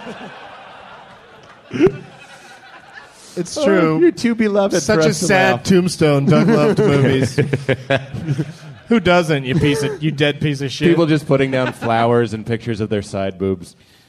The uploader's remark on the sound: Recorded live at Helium Comedy Club in Portland, OR during the Bridgetown Comedy Festival on April 15th, 2012.